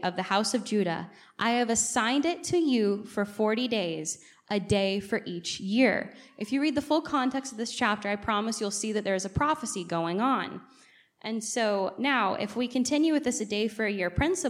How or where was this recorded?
large echoing room